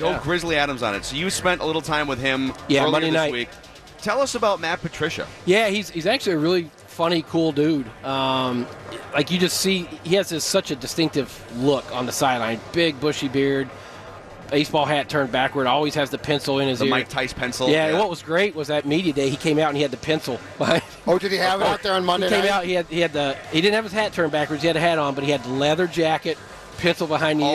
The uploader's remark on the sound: live from Radio Row all week